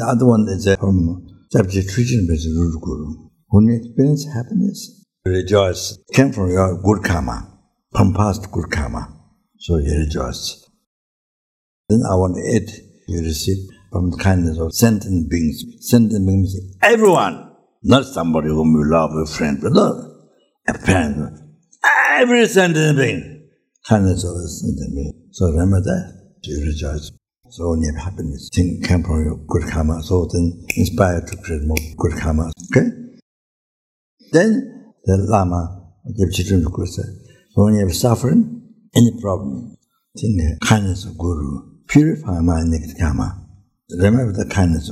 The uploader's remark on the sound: The teaching for this episode was recorded on September 08, 2019, at Amitabha Buddhist Centre, Singapore.